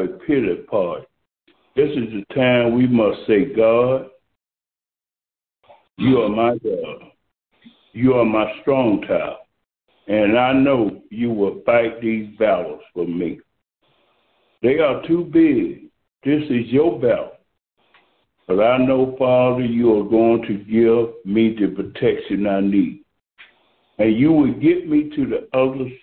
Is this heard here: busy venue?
no